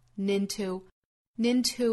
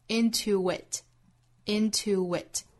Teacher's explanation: into 再跟 it 连读加 w